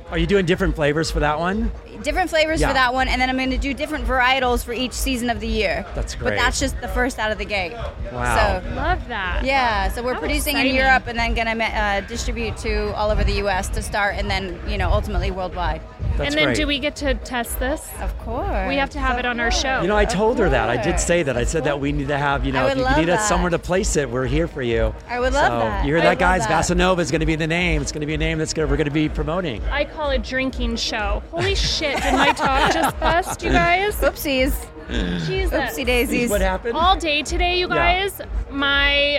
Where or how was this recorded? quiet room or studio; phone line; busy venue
busy venue